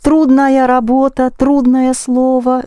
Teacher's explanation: The ending is not accented, so they sound the same.